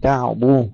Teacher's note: تفخيم الضاد مع ضمها جيدا